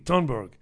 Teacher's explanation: They don't pronounce the TH. It's a hard T.